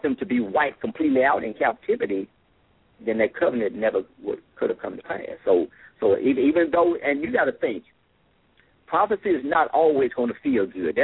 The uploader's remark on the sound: LML uses a progressive live call in format.